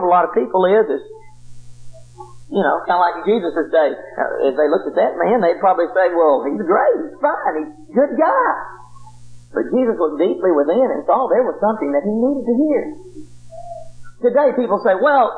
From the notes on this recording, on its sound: preached this lesson at the Helton Drive congregation in 1997